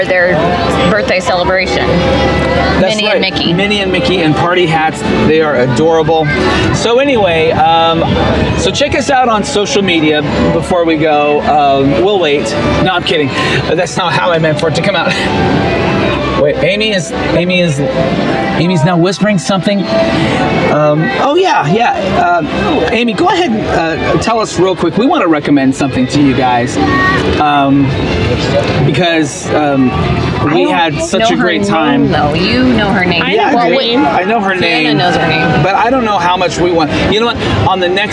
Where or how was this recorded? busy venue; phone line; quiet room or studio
busy venue